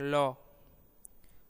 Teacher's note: पार्श्विक ध्वनि के उदाहरण में जीवा की नोक मूर्धा को छूती है और निश्वास वायु दोनों पार्श्वों के बाहर निकलती है।